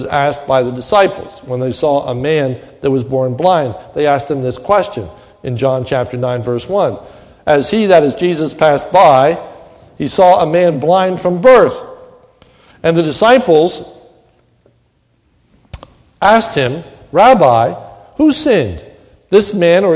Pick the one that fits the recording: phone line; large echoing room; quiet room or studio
large echoing room